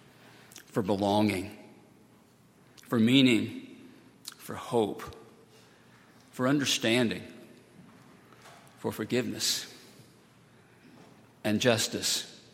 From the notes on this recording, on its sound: on Sunday, August 12, 2018, at Highland Baptist Church.